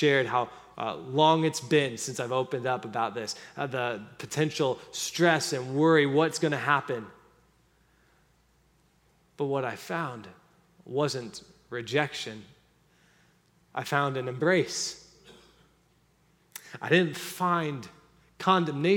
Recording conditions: large echoing room